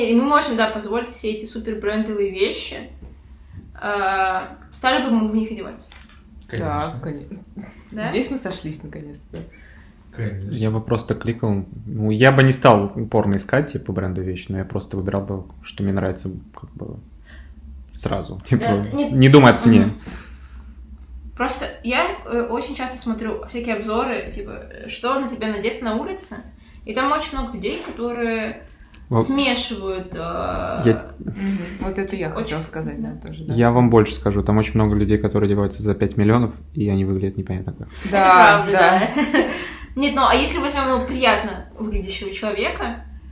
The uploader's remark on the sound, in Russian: В этом выпуске есть проблемы со звуком, мы постарались решить их, как могли, но осадочек мог остаться.